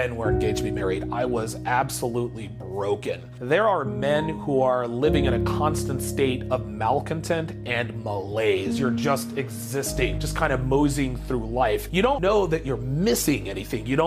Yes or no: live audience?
no